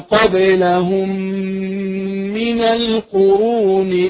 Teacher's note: نقف عليها بمقدار حركتين، فهي ميم مدغمة بمثلها